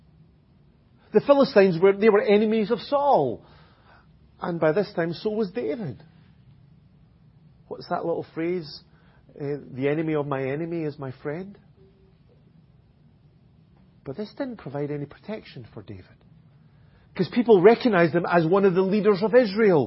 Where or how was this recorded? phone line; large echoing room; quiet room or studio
large echoing room